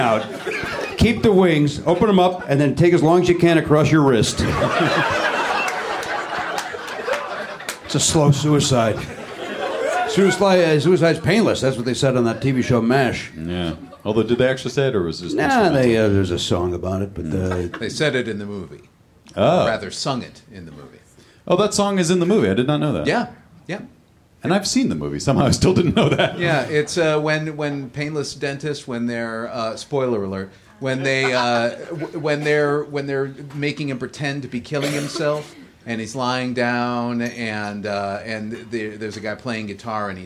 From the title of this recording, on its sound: Live in Minneapolis